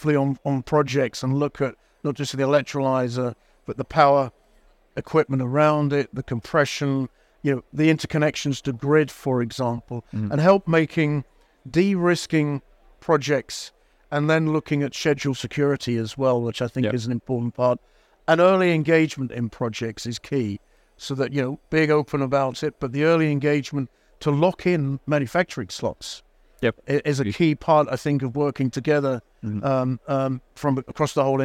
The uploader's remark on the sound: Recorded live at Offshore Europe 2023